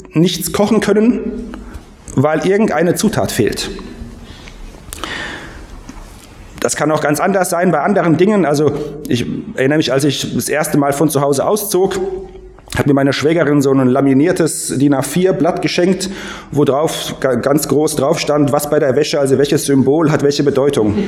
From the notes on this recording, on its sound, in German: Predigt aus dem Gottesdienst